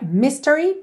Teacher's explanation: Se você estivesse apenas dizendo essa palavra, a sílaba tônica é a primeira